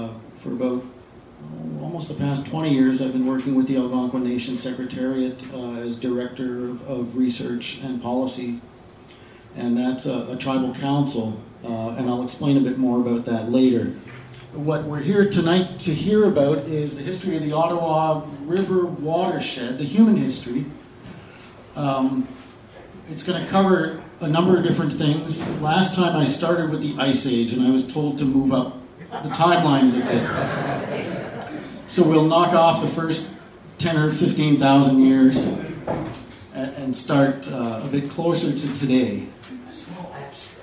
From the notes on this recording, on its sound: Presented December 8th 2015 at Octopus Books in Ottawa, unceded Algonquin territory.